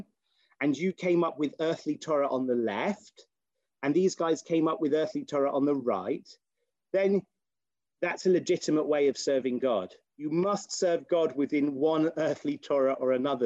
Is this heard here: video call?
yes